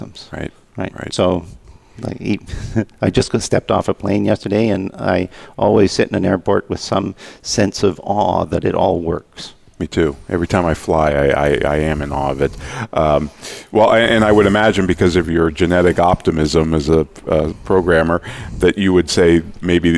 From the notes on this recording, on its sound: 2016 IPBC Ignite Confrence. Live Broadcast at the The IPBC IGNITE Conference.